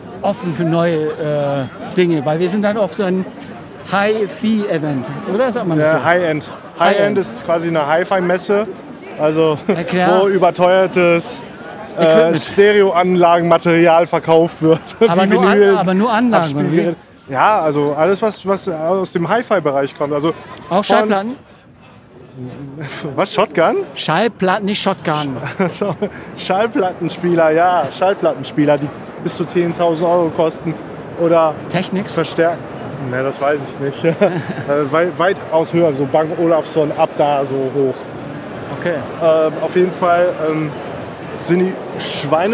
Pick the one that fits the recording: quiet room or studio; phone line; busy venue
busy venue